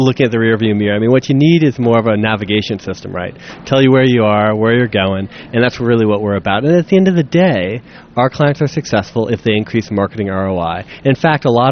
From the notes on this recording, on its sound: Live from ad:tech Chicago! Chats it up from the show floor, with attendees at ad:tech Chicago.